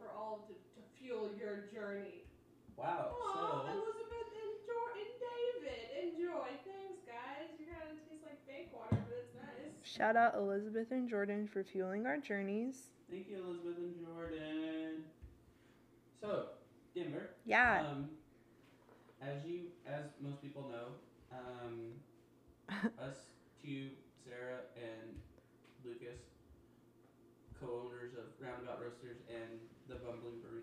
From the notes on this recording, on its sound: Our audio is not the best on this episode and that is because we lost our mic near the start of the episode but did not catch it until after the episode!